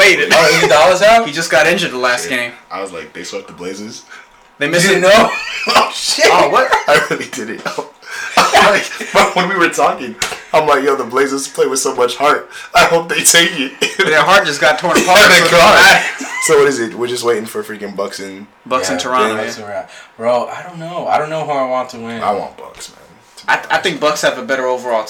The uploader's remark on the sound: Firstly I want to apologize for the audio. I'm not sure why it sounds like we used a potato to record this. It gets better towards the end.